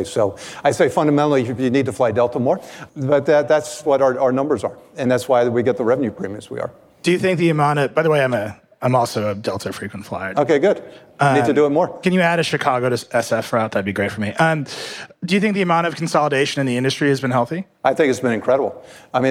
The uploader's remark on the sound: Live at Code 2019. At the 2019 Code Conference.